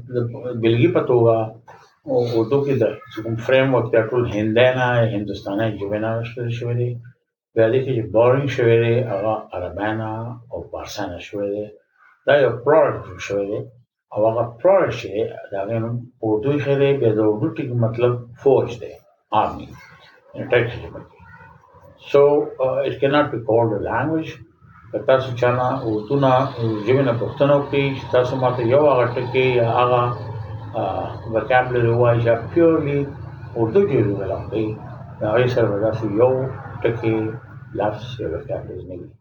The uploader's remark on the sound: We apologize for the background noise.